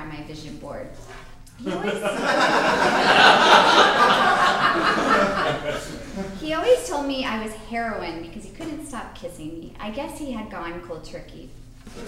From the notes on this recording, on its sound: Recorded at the Comedy Central Stage at the Hudson Theatre in Los Angeles.